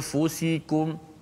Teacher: Gunnah hanya kekal pada huruf nun, huruf pertama, huruf nun di hidung.